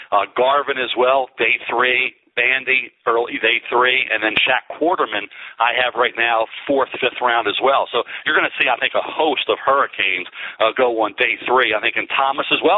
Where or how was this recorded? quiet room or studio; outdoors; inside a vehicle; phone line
phone line